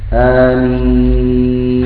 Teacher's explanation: المد في الميم هذا هو الذي يمد، أما الهمز مده شيء يسير آمين هكذا يمد.